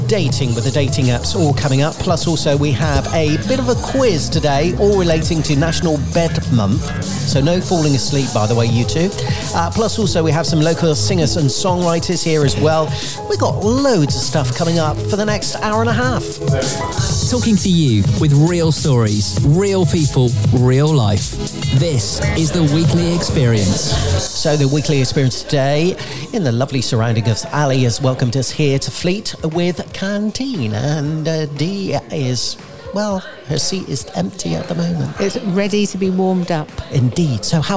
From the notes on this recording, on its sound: recording from Cantine on Fleet's high street.